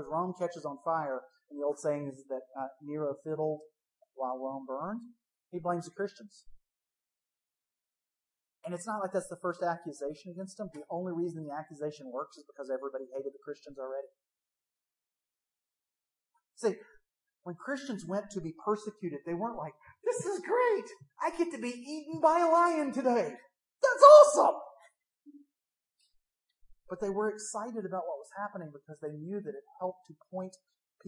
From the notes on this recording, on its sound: THE SOUND QUALITY IS AWFUL DUE TO A MIC FAILURE.